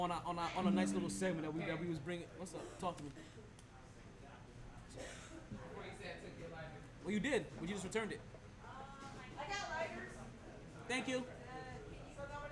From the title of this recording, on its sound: Live From Sharkey’s where ladies drink free